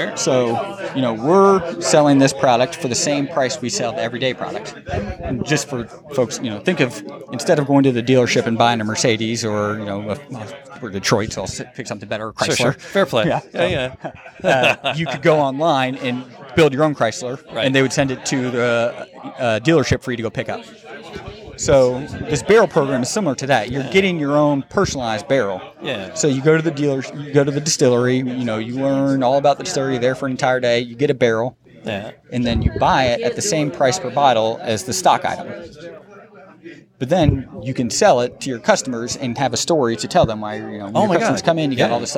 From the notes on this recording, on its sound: Live at the Wine Garden. Wasn’t sure that audio would turn out, glad it did.